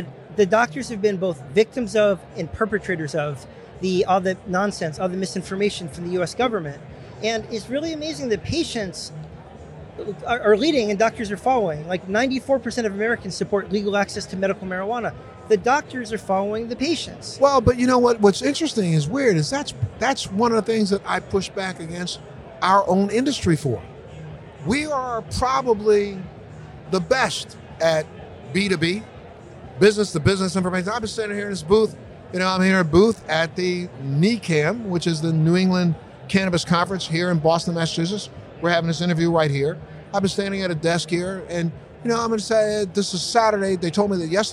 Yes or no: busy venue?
yes